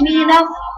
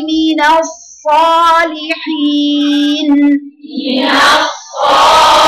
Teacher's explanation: انت جبت هوا دلوقتي، انت لم تاتي بحرف الصاد. حرف الصاد لازم تجيبي لي فيه صفير واستعلاء واضح وتفخيم واثبات · Shown in: second take · يا بنتي انت قلتي مينا، بقى في هوا، فين الصاد؟